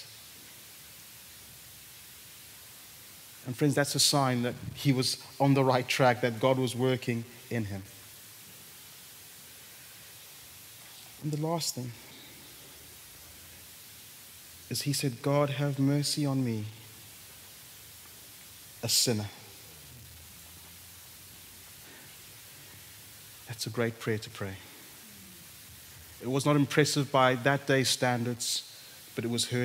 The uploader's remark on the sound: At Common Ground Church Rondebosch on the 17th of September 2023.